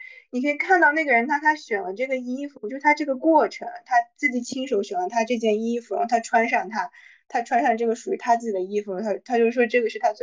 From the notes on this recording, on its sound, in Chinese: 本期节目我们三个人分别位于北京，上海，乌鲁木齐，异地录制初次试水可能不够精致与流畅。